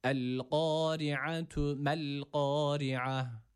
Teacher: Ayn harfi burada boğaz harfi olduğu için boğazımızı burada yine sıkıyoruz.